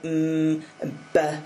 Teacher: So broadly speaking, the sounds that we make at the front of the mouth develop much earlier than those that are made at the back of the mouth. So sounds like m and b, where you've got your lips together and using lips, would come quite early on.